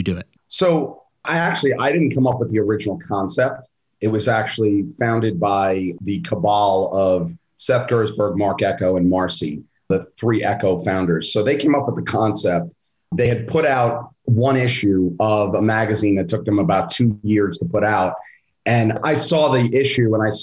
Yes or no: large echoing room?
no